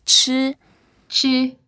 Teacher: it's the first tone, so we make a flat 吃